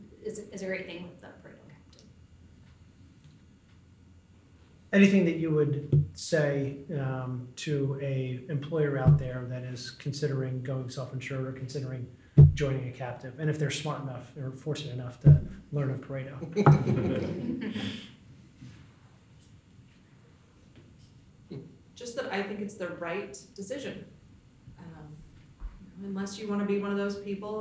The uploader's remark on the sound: LIVE Audience: Legend Member’s Meetings. In our second live episode from our San Diego Members' Meetings.